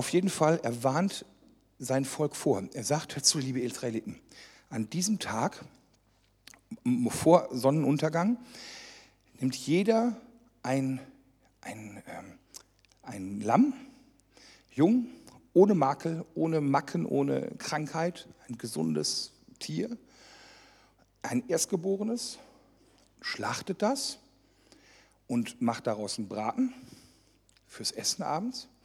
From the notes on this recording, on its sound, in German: die während einer Jugendmitarbeiterschulung aufgezeichnet wurde